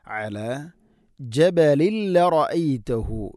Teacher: അല ഐൻ തൊണ്ടയുടെ മധ്യഭാഗമാണ് അതിൻ്റെ മഖ്റജ്. അല ജബലിൽ റഅയ്തഹു, ജബലിൻ, ജബലിൻ തൻവീൻ ശേഷം ലാം ഇദ്ഗാം ബിലാഗുന മണിക്കാതെ കൂട്ടിലയിപ്പിക്കണം.